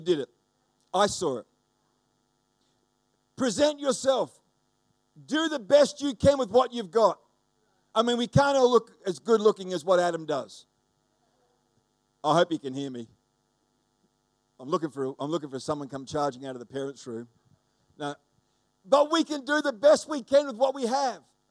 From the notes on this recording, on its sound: The live stream of Destiny Church Atherton.